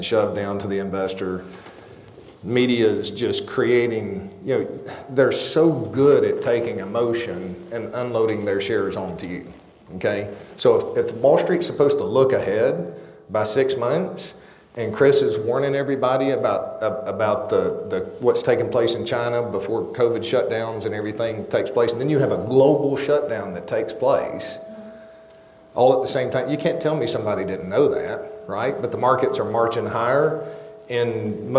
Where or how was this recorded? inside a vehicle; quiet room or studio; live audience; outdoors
live audience